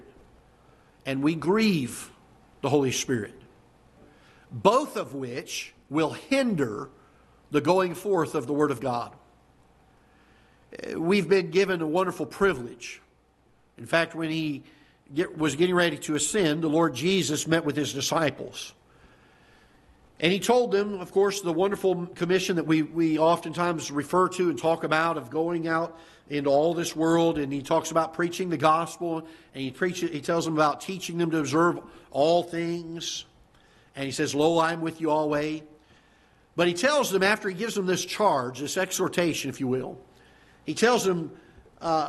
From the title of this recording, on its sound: Ketha Heights Baptist Church ~ Live Broadcast